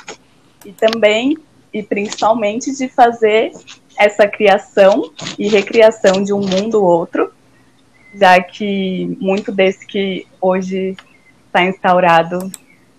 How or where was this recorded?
video call